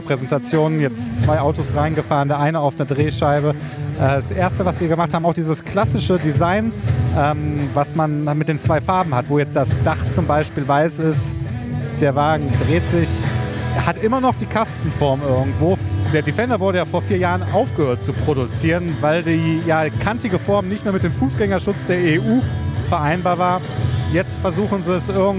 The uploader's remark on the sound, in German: Live Podcast von der Premiere